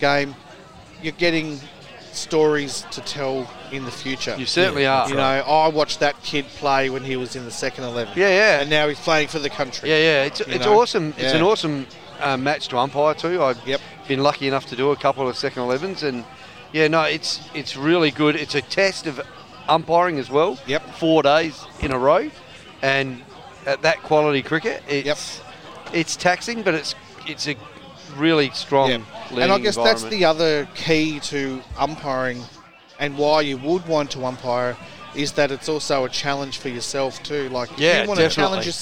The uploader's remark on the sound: At the Greyhounds Racing SA for the SACUSA (South Australian Cricket, Umpires & Scorers Association) night at the Dogs. Live outside broadcast.